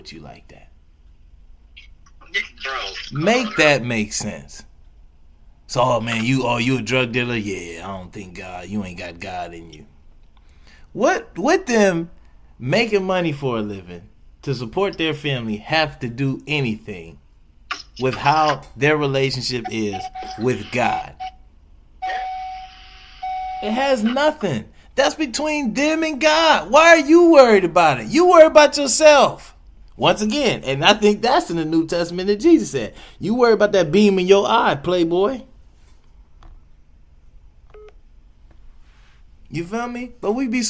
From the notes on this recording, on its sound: I recorded this from our phone conversation